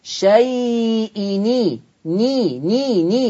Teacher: شيء، تنوين نون سكنة، فهاخد الكسرة وحطها على نون التنوين، فبدل ما تبقى نون سكنة هتبقى نون مكسورة